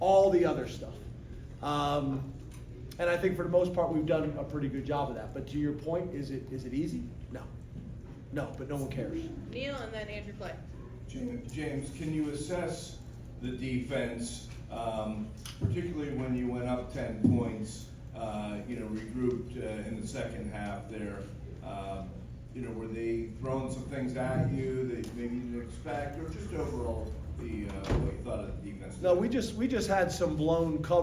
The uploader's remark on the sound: postgame press conference